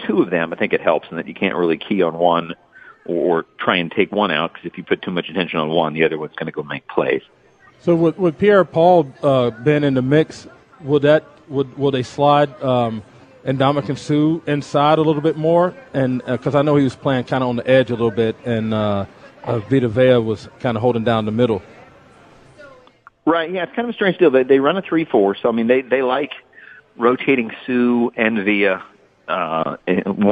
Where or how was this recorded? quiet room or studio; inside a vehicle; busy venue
busy venue